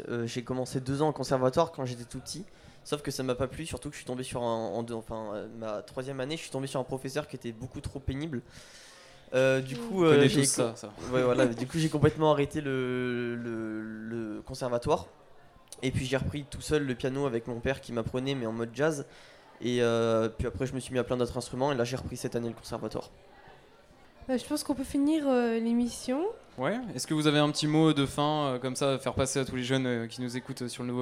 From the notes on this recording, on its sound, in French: Delta Fm est présente sur le Nouveau Festival 2022, les 11 et 12 mai, au Rocher de Palmer à Cenon (33).